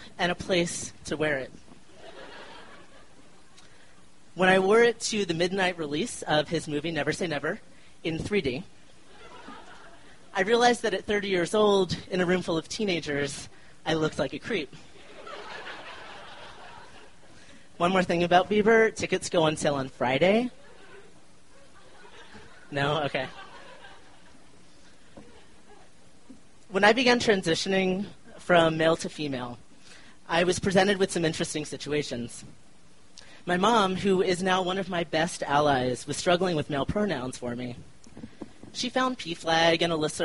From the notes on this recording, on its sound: The show was recorded on December 20, 2012 at the beautiful Deer Pile in Denver, Colorado in the U S of A.